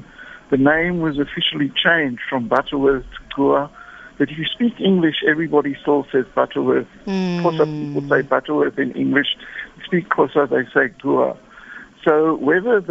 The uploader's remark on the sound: GUEST (Phone)